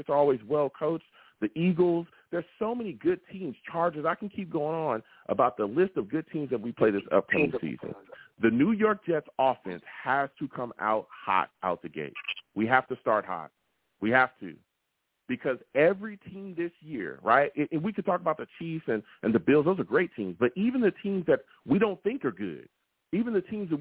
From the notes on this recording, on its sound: I take live callers!